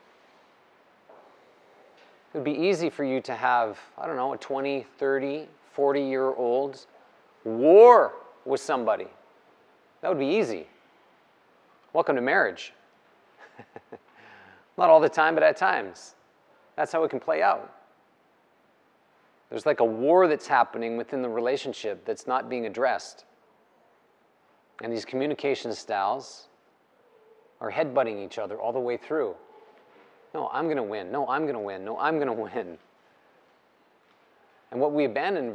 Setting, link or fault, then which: setting, live audience